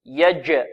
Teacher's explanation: والجيم هنا شديدة، فيها انحباس في الصوت